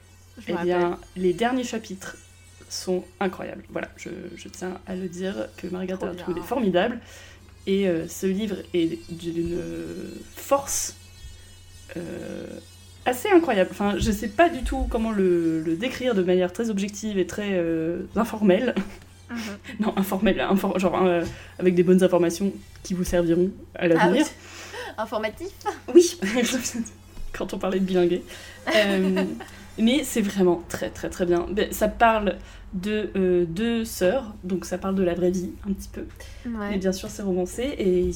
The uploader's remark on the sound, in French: Pour fêter ça un épisode spécial, placé sous le signe des bruits de travaux insupportables! Vraiment désolée pour ça j'avais pas réalisé leur volume en enregistrant.